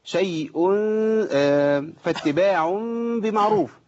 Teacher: بقلب النون الساكنه او التنوين الى ميم وبخفي الميم في الباء · Term: اقلاب